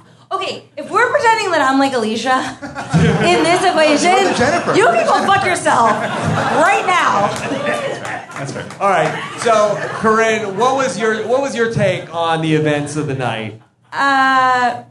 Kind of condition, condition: setting, live audience